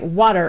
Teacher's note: To be more efficient, it makes sense from an ease of articulation standpoint to just say either water, where you don't have the T, or something like water, where it's a much more rapid hitting of the tongue against the alveolar ridge